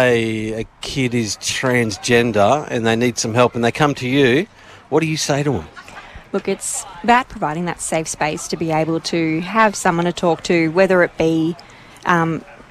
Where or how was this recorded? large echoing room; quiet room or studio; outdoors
outdoors